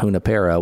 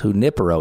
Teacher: in the Spanish, the accent is on the I. · Shown in: second take · Term: emphasis on the I